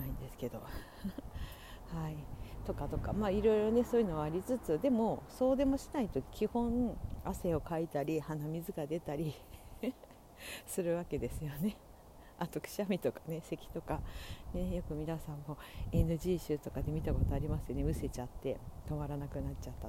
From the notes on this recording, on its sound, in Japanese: 歩きながら徒然と from Radiotalk。